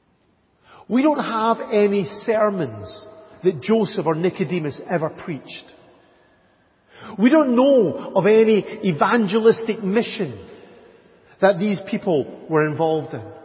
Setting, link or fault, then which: setting, large echoing room